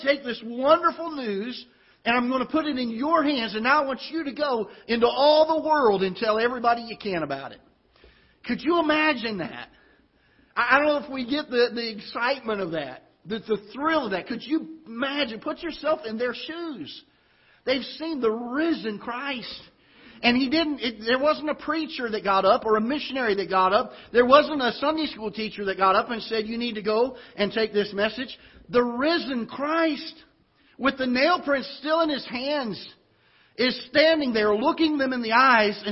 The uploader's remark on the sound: Ketha Heights Baptist Church ~ Live Broadcast